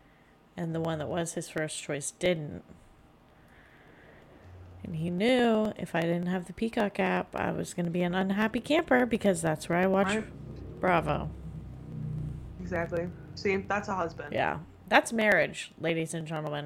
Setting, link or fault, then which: fault, sounds in the background